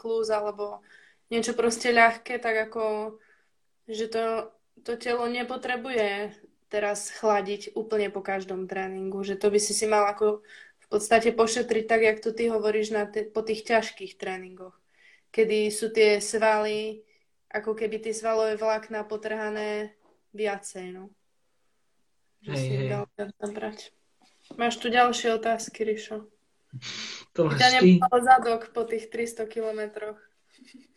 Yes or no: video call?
yes